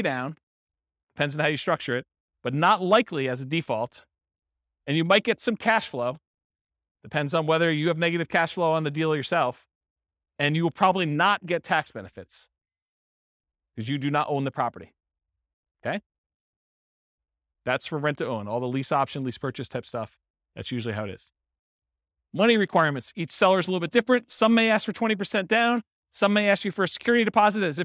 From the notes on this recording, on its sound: This was a live class recorded